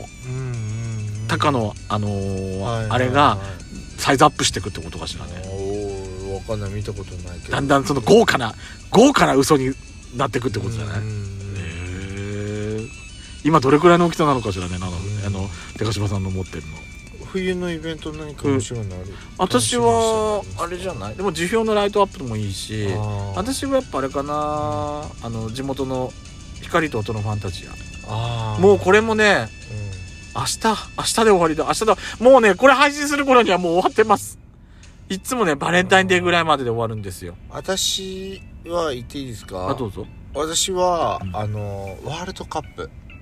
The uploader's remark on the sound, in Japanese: Radiotalk。パーキング収録。